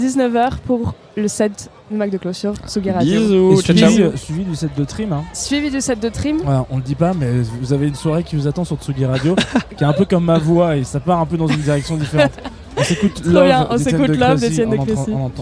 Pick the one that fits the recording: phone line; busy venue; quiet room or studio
busy venue